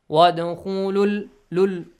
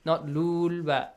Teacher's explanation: because you have Hamzatul Wasl, and you skip Hamzatul Wasl, you have to also skip the mad of oo sound. · Shown in: first take · Put a dhamma only.